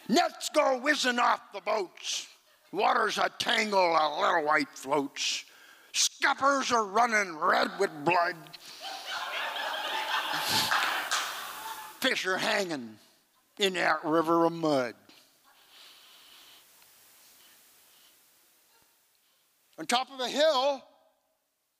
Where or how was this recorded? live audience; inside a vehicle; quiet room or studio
live audience